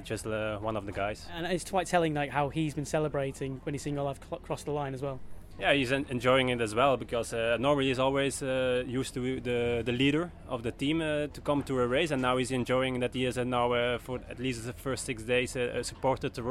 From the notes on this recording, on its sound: We take you on location around Nottinghamshire as Stage 4 of the Tour of Britain hits Robin Hood country. Catch up with riders before and after the race.